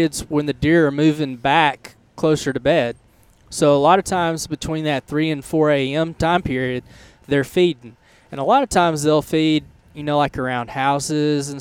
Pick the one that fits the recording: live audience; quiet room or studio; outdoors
outdoors